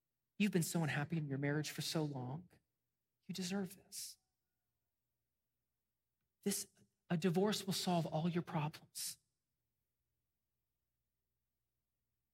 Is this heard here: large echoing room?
yes